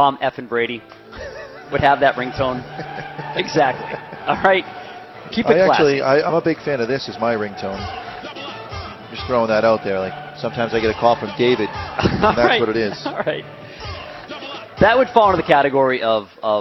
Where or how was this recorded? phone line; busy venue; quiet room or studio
busy venue